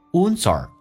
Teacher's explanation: R 可以说成耳,wounds are,轻轻的有一个连音,z 加个耳,z 儿